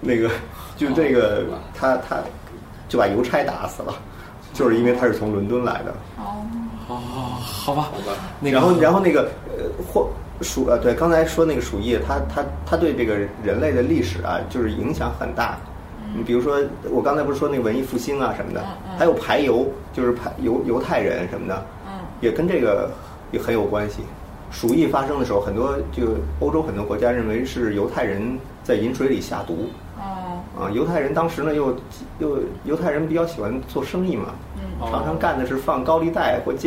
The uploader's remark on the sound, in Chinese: 本期节目为在张大妈办公区用录音笔录制，可能有街道上的杂音，请见谅。